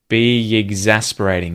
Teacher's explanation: We're linking those two with a y sound.